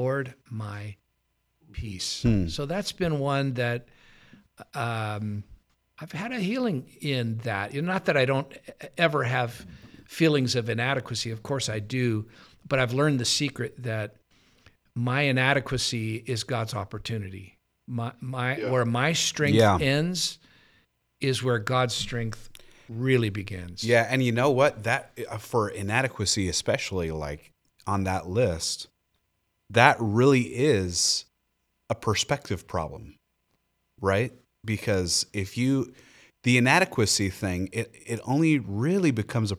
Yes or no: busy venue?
no